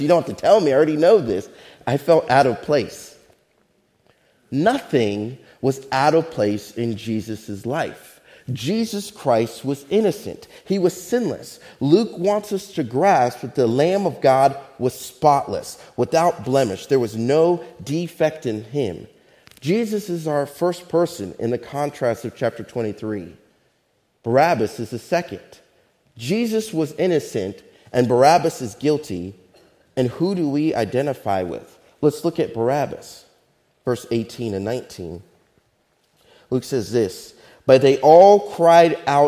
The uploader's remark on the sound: Faith Baptist Church in Hamilton, NJ.